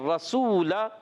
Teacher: مستعلیہ سات ہیں اور حرف مطبقہ چار ہیں گڈ اور رسول را پر زبر آنے کی وجہ سے را موٹا ہو جائے گا